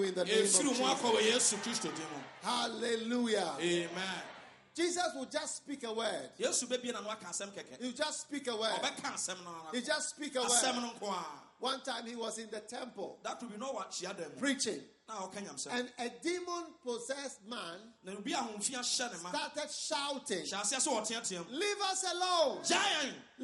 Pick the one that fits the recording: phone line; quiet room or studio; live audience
live audience